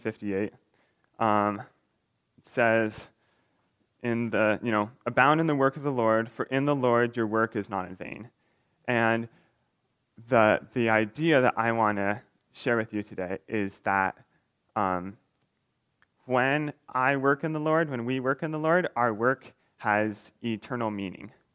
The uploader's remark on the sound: recorded on December 3, 2022, at the Ringgold Seventh-day Adventist Church